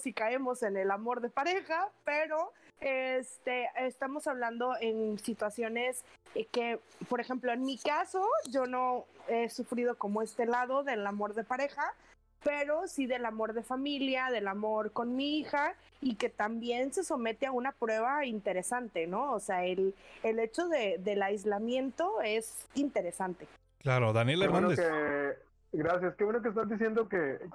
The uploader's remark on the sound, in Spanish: se grabarán vía remota guardando la debida cuarentena ante la pandemia mundial del coronavirus covid19, por lo que ofrecemos una disculpa por las distintas calidades de audio